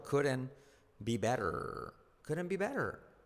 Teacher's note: la T de couldn't no se pronuncia, pero la D se convierte en suave